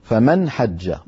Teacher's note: والنون الساكنة التي أتى بعدها حاء تظهر، فنقول فمن حج على طول، فمن حج، ولا نقول فمن